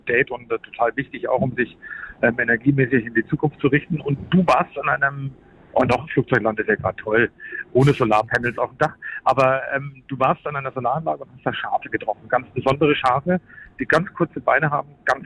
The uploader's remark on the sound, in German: im Bus am Telefon